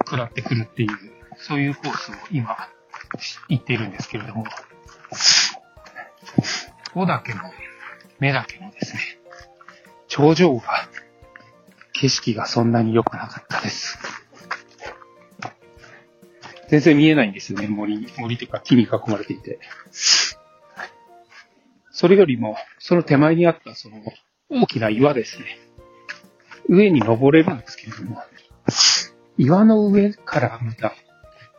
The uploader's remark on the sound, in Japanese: 今回は二上山からお送り致します。二上山登山中に録った音源をお送り致します。